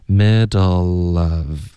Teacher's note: middle 结尾你的舌尖要顶上颚